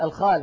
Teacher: يعني كلمة مثلا الحال إذا قرأها أحد من الذين يبدلونها خاء يقول الخال